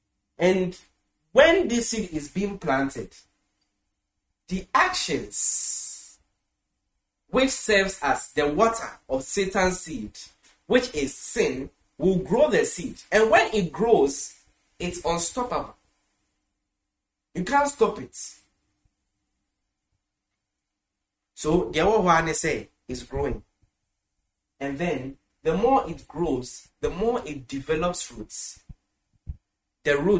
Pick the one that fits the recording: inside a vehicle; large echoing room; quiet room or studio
large echoing room